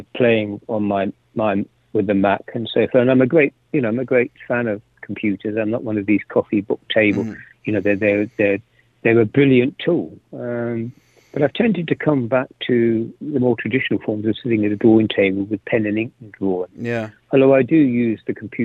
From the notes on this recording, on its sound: After the Society was arrested and put into holding. Used his one phone call to interview.